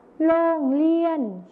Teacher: ในภาษาไทยมาตรฐานนะครับจะใช้รอเรือนั่นเองส่วนในภาษาถิ่นอีสานจะใช้รอลิงนั่นเองครับ